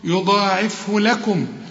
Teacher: الضاد هنا مفخمة بالمد